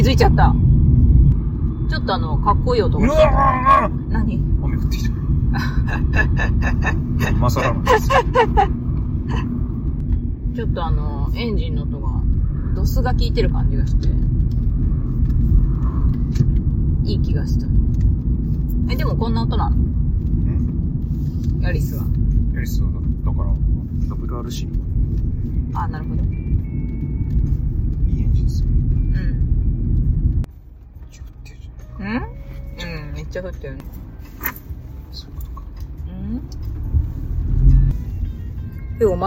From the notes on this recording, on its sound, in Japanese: 納車からのドライブの記録。新車が納車されてウキウキしてる様子です。ドライブ音なので所々うるさいです。会話部分を主に抜き出してノイズも除去しましたが、カーステ音が入り込んでるので。機材・設定： iPhone13「ステレオマイク」アプリ／iPhone マイク-前面（Stereo）／ファイル形式 PCM44.1kHz 32bit Float。